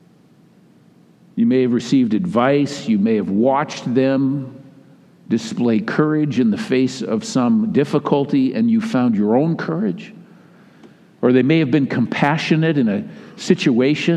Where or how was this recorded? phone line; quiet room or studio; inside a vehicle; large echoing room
large echoing room